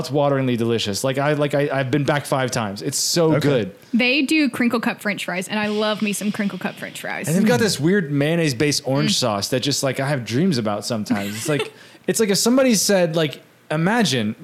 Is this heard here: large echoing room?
no